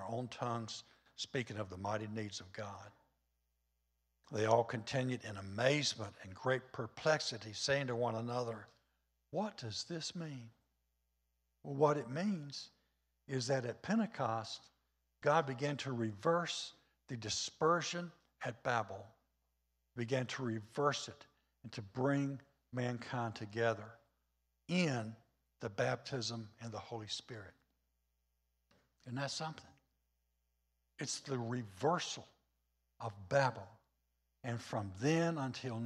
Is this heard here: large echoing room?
yes